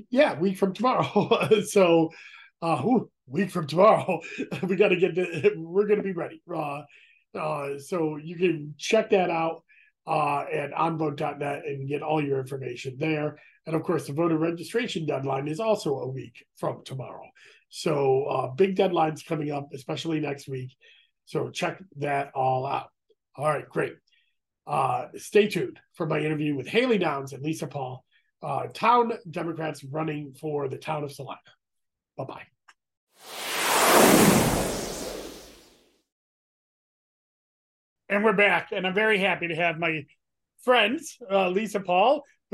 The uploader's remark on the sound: Zoom